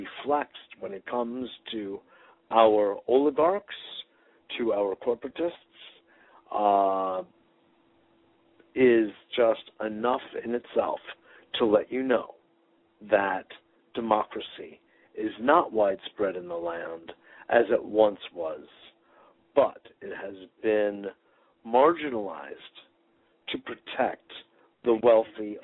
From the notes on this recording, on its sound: Today is a chance for listeners to call